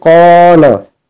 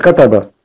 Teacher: On a fatha, mais on tire un peu parce qu'on a alif à côté. · Shown in: first take · Donc ça devient deux fois le fatha normal. · Term: mad bil alif